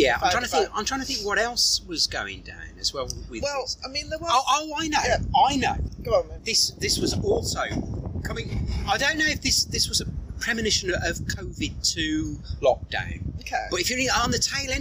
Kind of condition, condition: fault, poor microphone